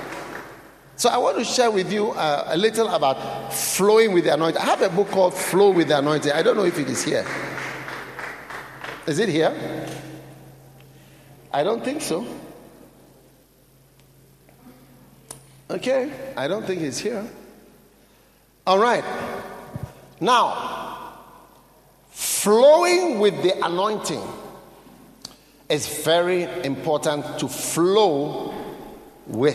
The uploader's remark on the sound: Preached at the Nakpanduri Pastors‘ Conference.